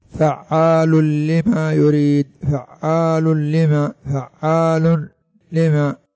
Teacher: إذن الراء واللام يكون الإدغام فيهما بغير غنة · Term: الإدغام بغير غنة